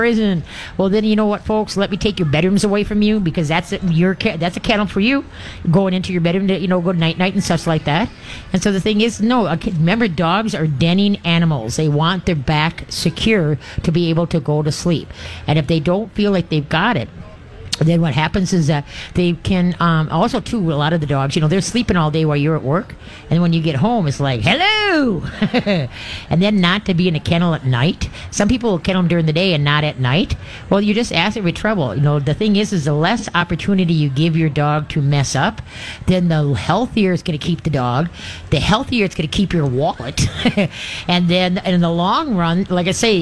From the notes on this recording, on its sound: LIVE from the MN State Fair!